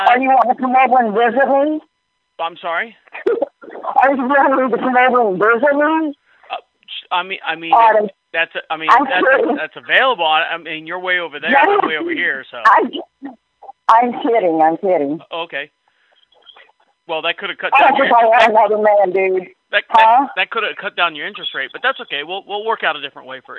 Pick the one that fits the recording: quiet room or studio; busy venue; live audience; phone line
phone line